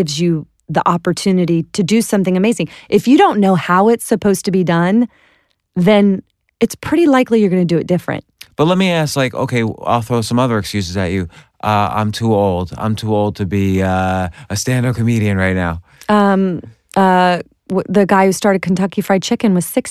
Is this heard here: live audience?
no